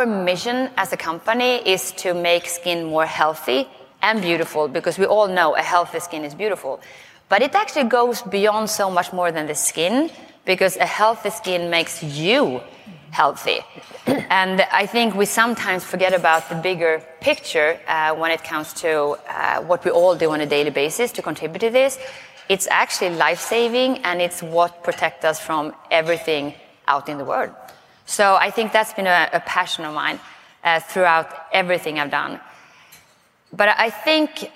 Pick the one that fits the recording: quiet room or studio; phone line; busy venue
busy venue